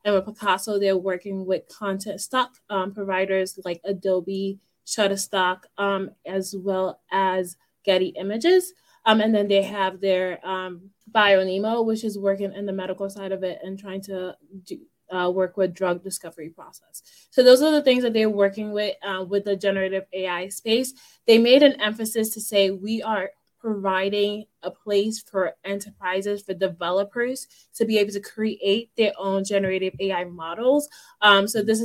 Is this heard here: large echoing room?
no